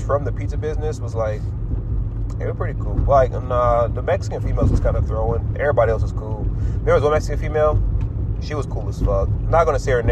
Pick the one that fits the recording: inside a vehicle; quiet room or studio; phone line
inside a vehicle